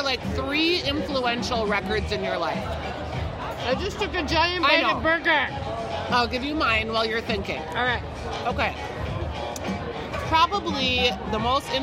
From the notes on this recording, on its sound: The ladies hang out at Surly Brewing and talk records